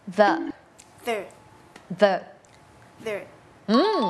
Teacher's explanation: จะเป็นเสียงvoice เนี่ยแปลว่าเส้นเสียงของเราเนี่ยมันจะสั่น